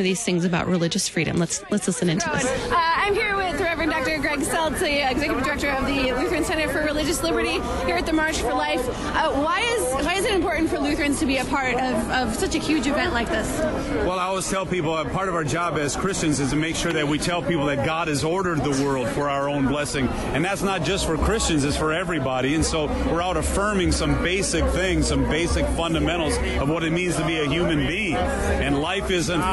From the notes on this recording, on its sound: The Coffee Hour went on the road to the 2019 March for Life in Washington, D.